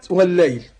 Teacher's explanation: ادغم لك لام ال في اللام الايه اللي بعدها · Term: ادغمت للتماثل